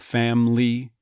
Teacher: family, probably dropping that middle syllable, just becoming family.